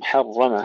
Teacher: حرم تفخيم الراء ترقيق الميم